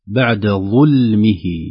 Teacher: الظاء هنا حرف مستعل مفخم سبق اللام الرقيقة